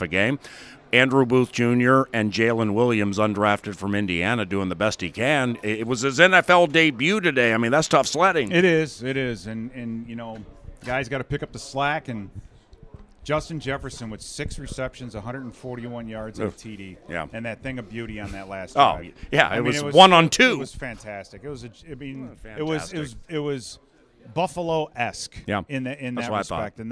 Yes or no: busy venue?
yes